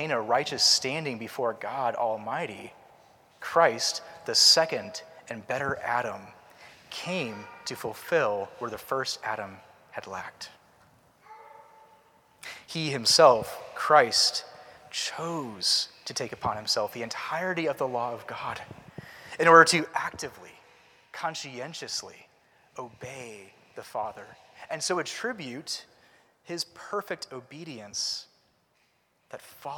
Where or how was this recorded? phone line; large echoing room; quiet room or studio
large echoing room